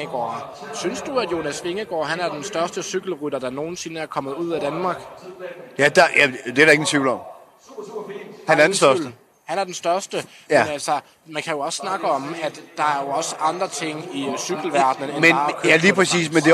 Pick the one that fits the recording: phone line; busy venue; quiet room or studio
busy venue